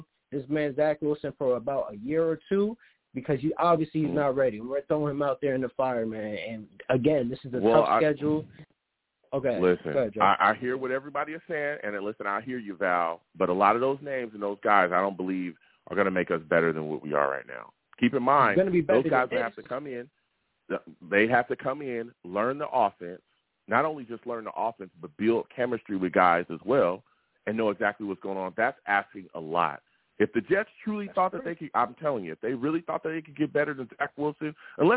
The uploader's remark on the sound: I take live callers!